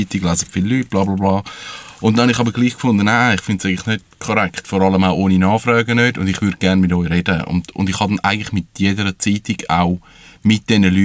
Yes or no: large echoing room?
no